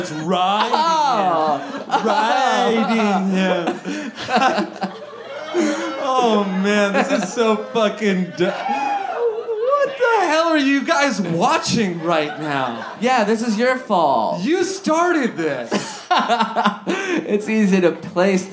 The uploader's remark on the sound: live at Resident in Downtown LA!